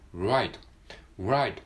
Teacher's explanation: Right.はい。Right.これは、えー、R ですね。ライト。ライトのラは R。right。はい。これはカタカナのちっちゃいウを、えー、こう、冒頭に、カッコちっちゃいウみたいな感じで、right っていう感じですね